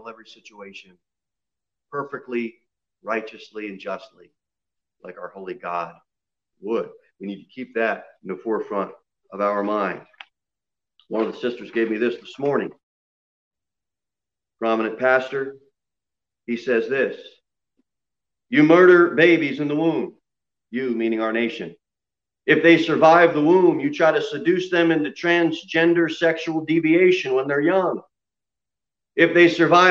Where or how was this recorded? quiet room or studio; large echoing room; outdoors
large echoing room